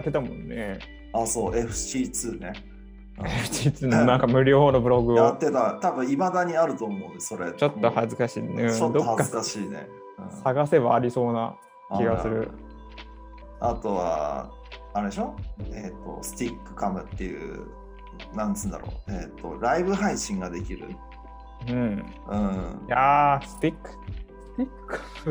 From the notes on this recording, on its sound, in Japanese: 音声に若干の乱れがありますが内容に関しては乱れてません。